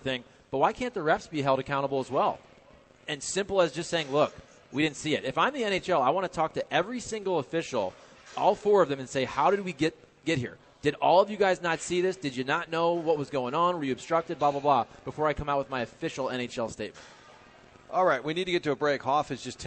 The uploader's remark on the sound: broadcasting live from the Westport Social